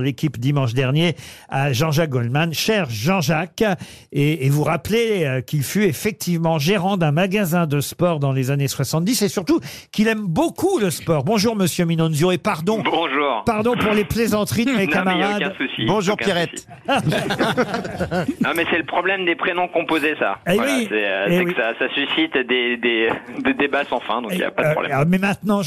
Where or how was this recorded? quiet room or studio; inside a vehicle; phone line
phone line